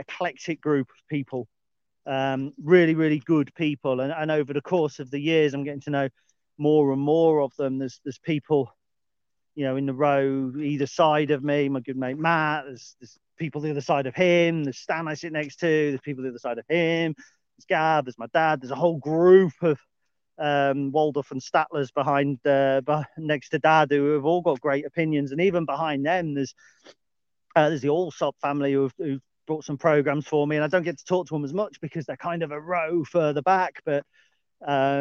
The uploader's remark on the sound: A brief dog walk chat